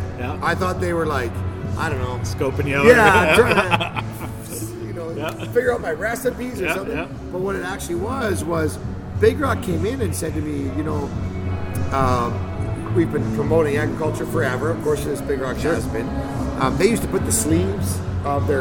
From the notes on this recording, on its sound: We recorded the episode at the brewery, located at 801 30th Street NE in Calgary.